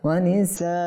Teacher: যেহেতু এটা মাদ্দে মুত্তাসিল হয়েছে, আমরা বেশি করে টানবো